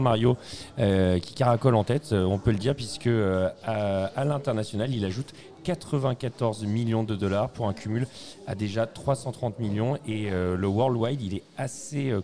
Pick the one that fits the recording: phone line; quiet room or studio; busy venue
busy venue